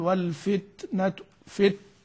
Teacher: أما أقول والفتنة، فت هذا حصل انضغاط شديد ثم بعد ذلك خرج النفس فيعني انفرجت